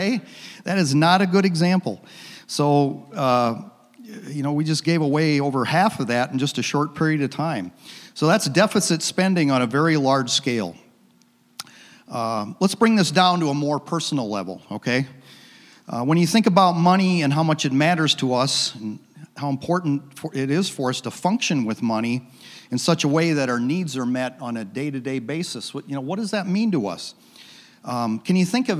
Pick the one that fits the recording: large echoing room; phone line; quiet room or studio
large echoing room